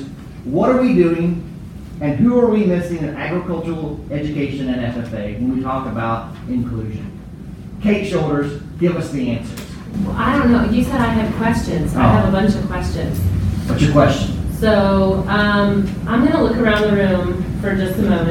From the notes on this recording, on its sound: ag teachers at the 2018 NAAE Conference